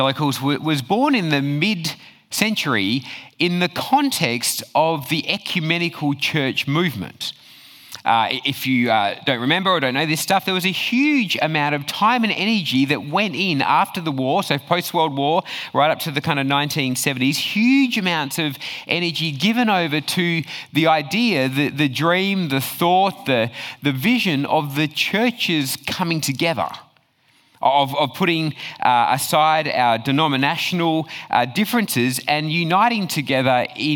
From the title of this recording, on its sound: Talk 3 from Reach Australia National Conference 2023